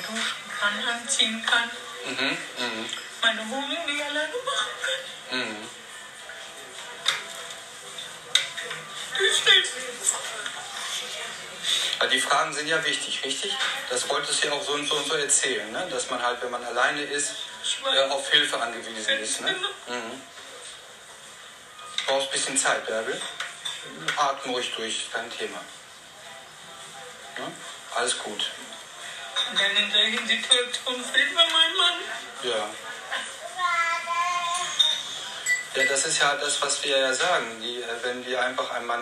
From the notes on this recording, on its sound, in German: Der LIVE im deinKult Café aufgenommen wurde. DeinKult Café, Karl-Denkhaus-Straße 11-13, 45329 Essen.